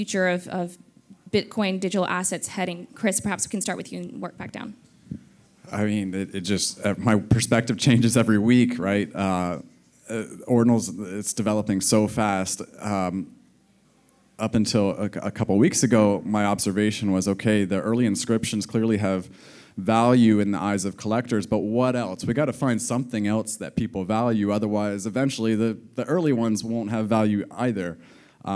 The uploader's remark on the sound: Recorded Live in Miami Beach at the Ordinals 2023 Conference, on May 18, 2023.